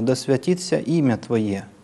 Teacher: Дальше на слове «имя» повышение — только на этом ударном слоге. И дальше все возвращается опять на основной тон.